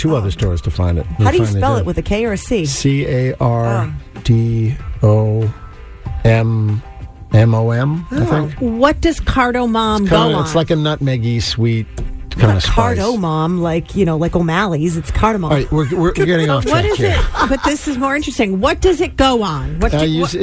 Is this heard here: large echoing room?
no